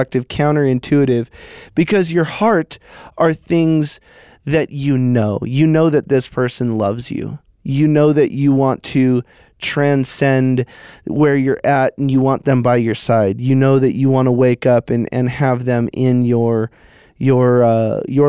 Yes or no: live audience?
no